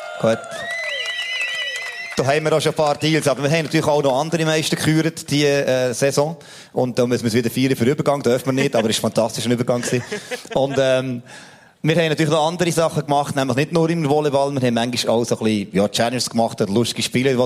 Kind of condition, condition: setting, live audience